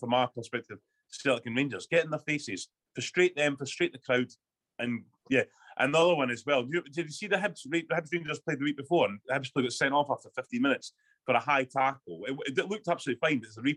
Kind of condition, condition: link, video call